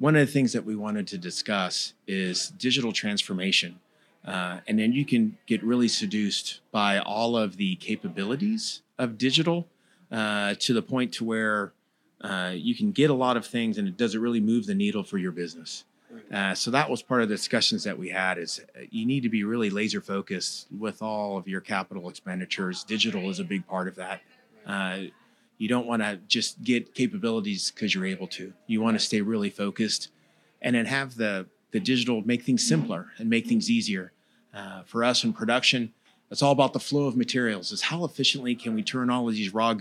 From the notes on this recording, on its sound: Broadcasting live from the heart of downtown Orlando at the illustrious Dr. Amidst the vibrant atmosphere of the summit. Recorded live at the 2023 Make More Manufacturing Summit , hosted at the iconic Dr. Phillips Center for the Performing Arts.